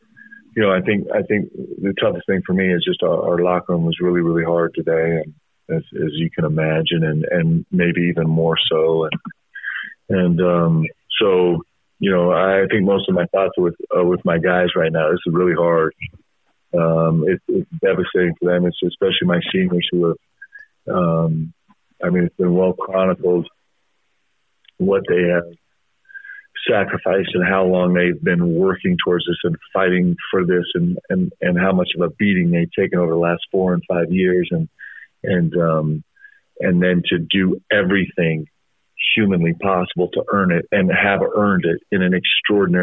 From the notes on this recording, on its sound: teleconference with the media